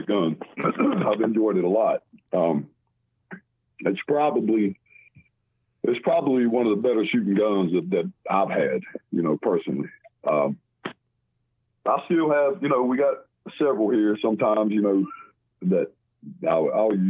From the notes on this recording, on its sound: special call in guest